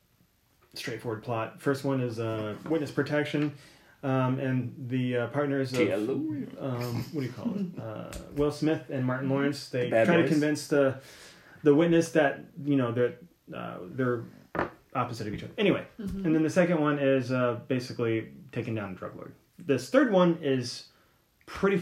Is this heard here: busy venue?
no